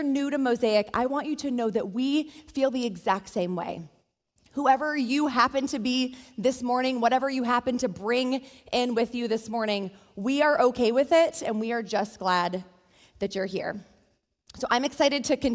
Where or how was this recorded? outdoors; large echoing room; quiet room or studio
large echoing room